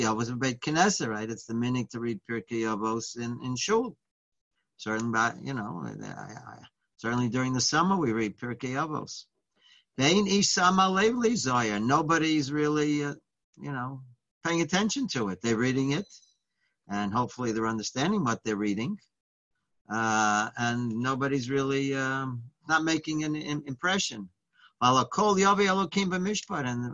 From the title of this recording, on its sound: Live On Zoom